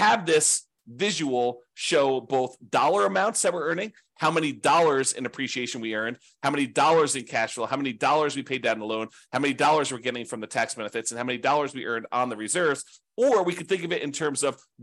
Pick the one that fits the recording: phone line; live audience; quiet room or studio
quiet room or studio